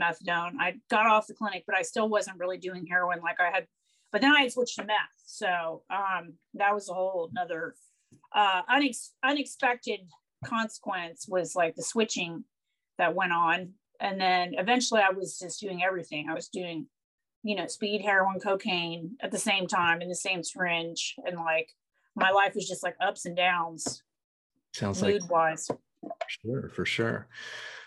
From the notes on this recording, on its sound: Recorded 12.22.2021 from Raleigh, NC & San Francisco, CA on Zoom